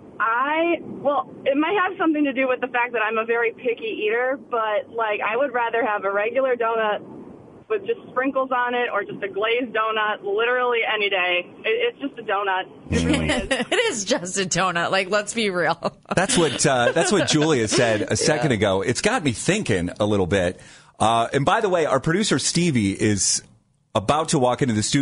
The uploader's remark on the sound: called in during the "Cleveland Confessional"